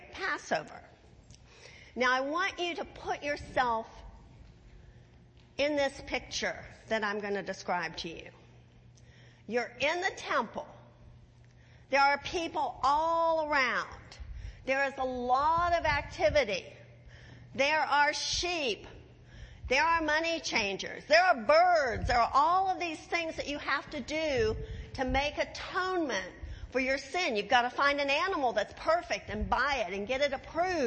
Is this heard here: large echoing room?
yes